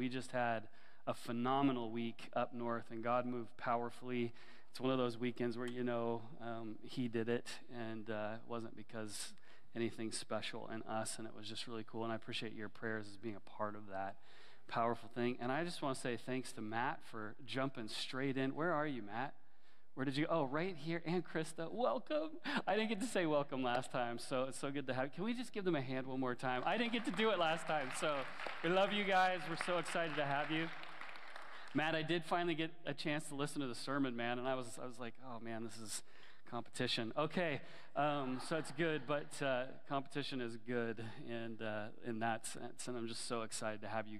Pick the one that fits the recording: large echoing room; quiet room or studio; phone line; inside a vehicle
large echoing room